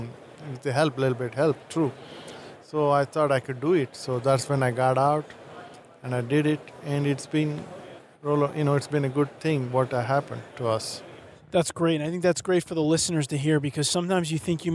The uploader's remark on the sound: The Civil Engineering Podcast visits Arizona for the SAME JETC conference. Recorded in Phoenix, Arizona, where I interviewed successful individuals at the Society of American Military Engineers (aka SAME) Joint Engineer Training Conference & Expo (JETC).